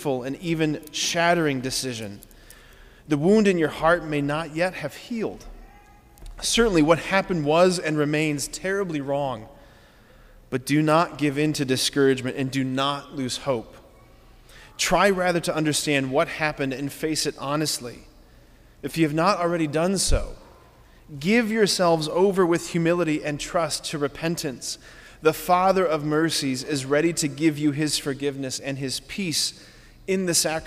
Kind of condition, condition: setting, large echoing room